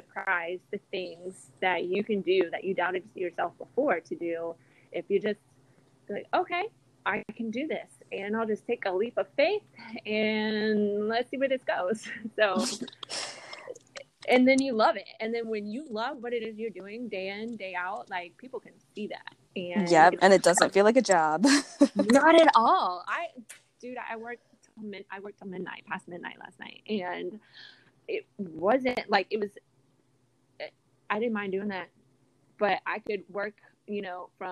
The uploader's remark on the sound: Audio on this episode is a little wonky.